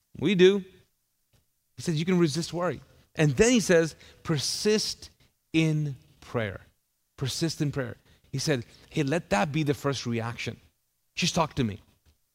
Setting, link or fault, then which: setting, large echoing room